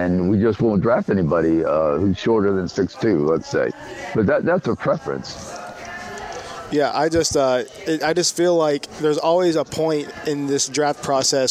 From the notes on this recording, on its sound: Live at Lucy's BARge for Cornhole for a Cure.